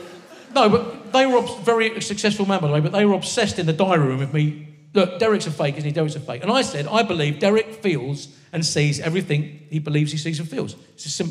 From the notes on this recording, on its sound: RHLSTP comes to the Marlowe Theatre in Canterbury. With an audience smart enough to get a Thomas a Beckett joke.